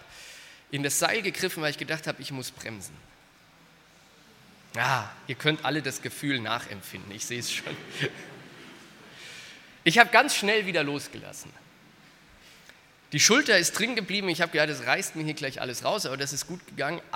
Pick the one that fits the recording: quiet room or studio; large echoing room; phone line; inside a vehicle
large echoing room